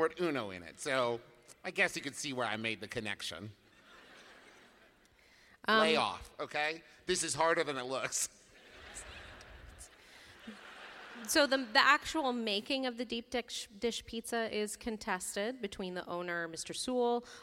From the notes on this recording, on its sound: our live episode from Chicago